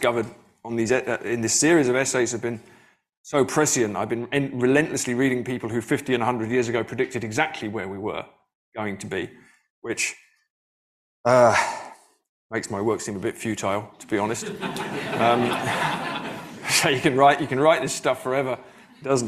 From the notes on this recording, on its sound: delivered the keynote address at the 2023 FPR conference in Madison, Wisconsin